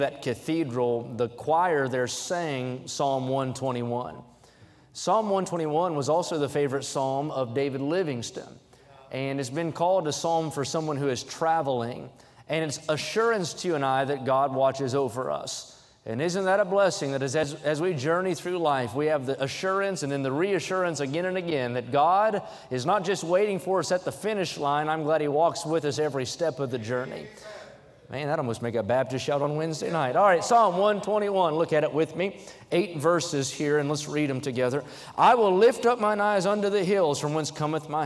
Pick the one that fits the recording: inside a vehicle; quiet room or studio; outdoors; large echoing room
large echoing room